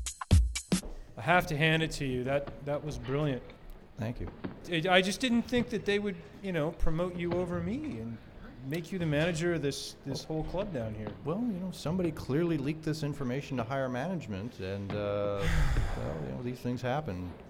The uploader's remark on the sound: For our New Year's show, we asked the audience at 50 Mason.